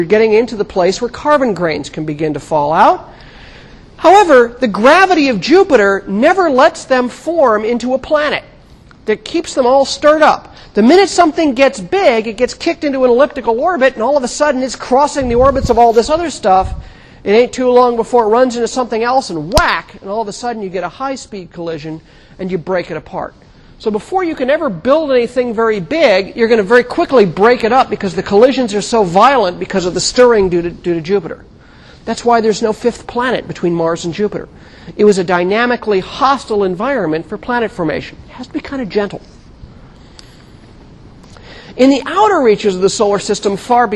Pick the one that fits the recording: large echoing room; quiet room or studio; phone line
large echoing room